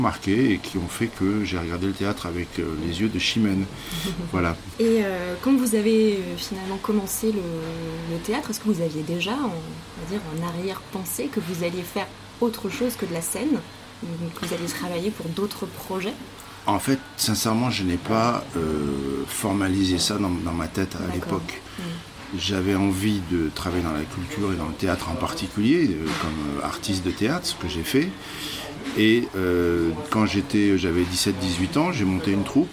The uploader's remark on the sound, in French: Nous avons enregistré dans un lieu public plein de vie mais j’espère que cela ne gênera pas votre écoute.